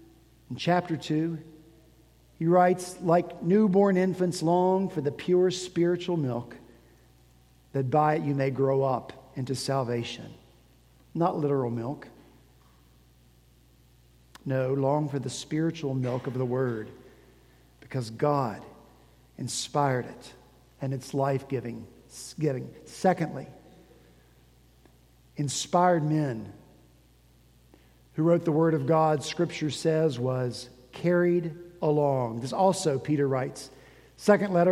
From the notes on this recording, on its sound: At Redeemer Presbyterian Church in Charleston, SC.